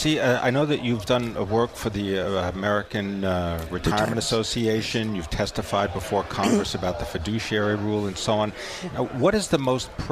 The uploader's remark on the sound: Live from Commonwealth Financial Network's 2017 Retirement Symposium in Boston.